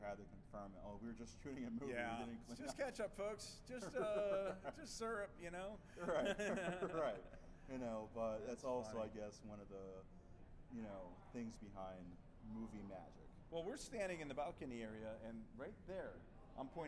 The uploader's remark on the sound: Live From Grossfest